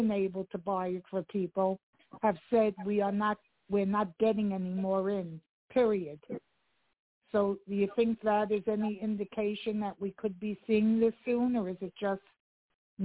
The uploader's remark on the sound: TNTSuperfantastic Conference Call